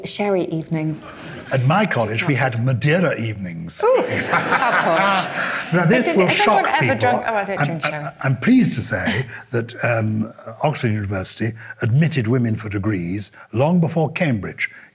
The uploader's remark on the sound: Recorded live at the Oxford Playhouse on Sunday 9th October 2021.